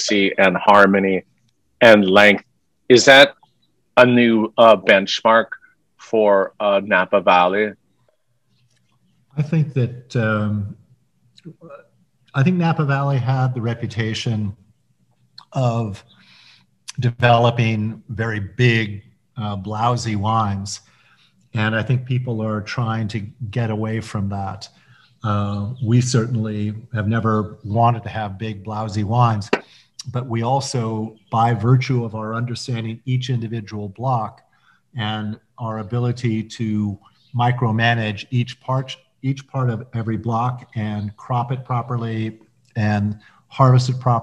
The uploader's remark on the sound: Watch their Zoom session